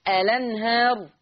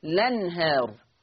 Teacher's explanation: اما ان انا اثبات همزة الوصل فاقول الأنهار، او حذف همزة الوصل فتصير لنهار